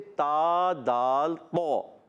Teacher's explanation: تا کا مخرج زبان کا سرا اوپر کے دانتوں کی جڑوں سے